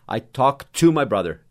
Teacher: Você não vai falar o T duas vezes, você vai falar o T uma vez só.